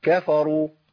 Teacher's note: كفروا ما ينفعش، ولا كثروا ما ينفعش. ما ينفعش ان انا اميل حركه الكاف والفاء